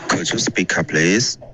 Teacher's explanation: Could you speak up please up 要加一个重音